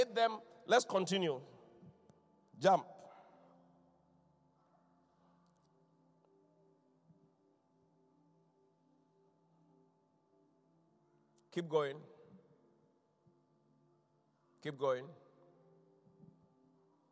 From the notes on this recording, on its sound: Inspiration Service. Preached at The Qodesh.